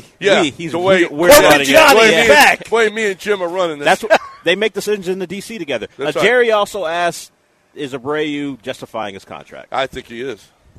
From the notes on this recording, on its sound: Live from East River 9